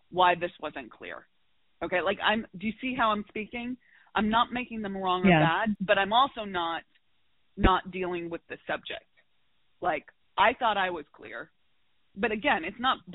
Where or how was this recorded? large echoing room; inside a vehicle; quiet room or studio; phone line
phone line